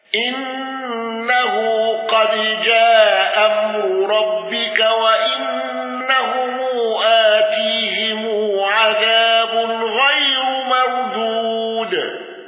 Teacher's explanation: قالون بإسقاط الهمز الأولى مع القصر وسكون ميم الجمع